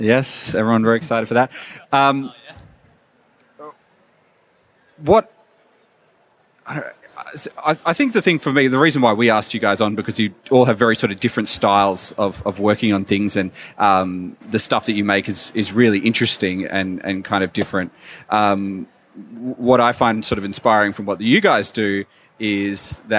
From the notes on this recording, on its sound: Live at Oz Comic Con 2017. Join us for this extended live episode.